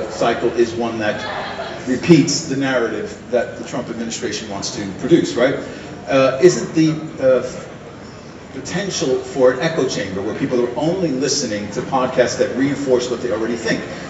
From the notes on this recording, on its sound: this is a recording of our live performance at the Gothenburg Science Festival